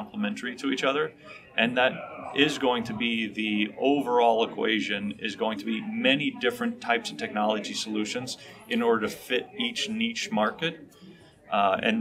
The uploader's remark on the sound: In Las Vegas, from the show floor of CES 2020.